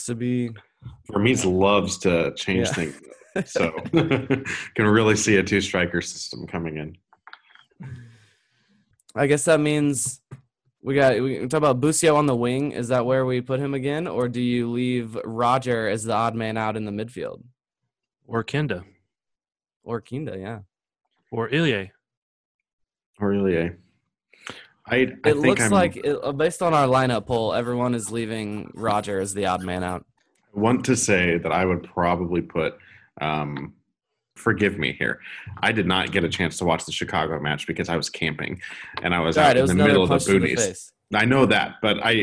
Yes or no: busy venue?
no